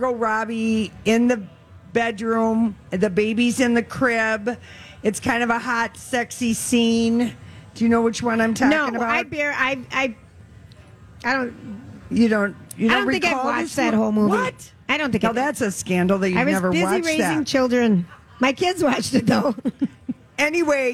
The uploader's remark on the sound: Wednesday Day 7 at the MN State Fair